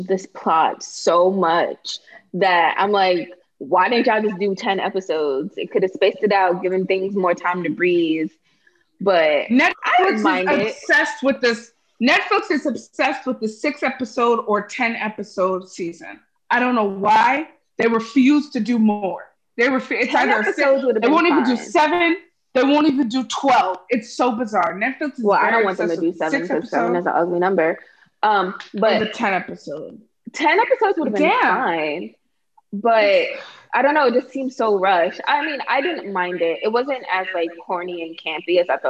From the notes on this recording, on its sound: Zoom Pod.